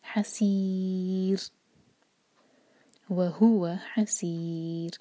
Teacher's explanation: را پر رکیں گے تو را کو ساکن کریں گے، اور را سے پہلے جو ہے کسرہ ہے تو را کو باریک پڑھا جائے گا. حسیر، وہوا حسیر.